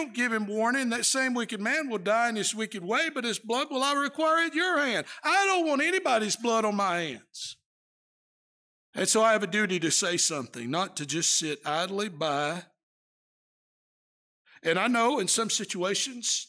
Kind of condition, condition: setting, large echoing room